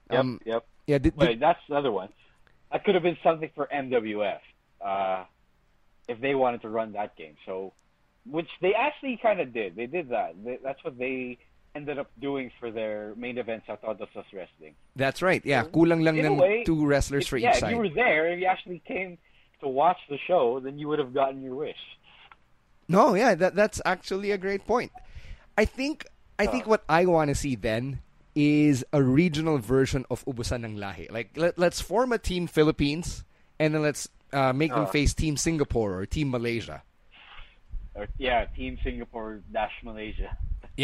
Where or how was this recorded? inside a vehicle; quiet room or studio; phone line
phone line